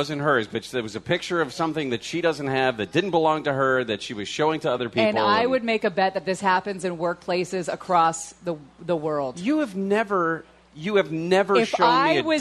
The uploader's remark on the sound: News and Brews LIVE from the HQ Gastropub Huntington Beach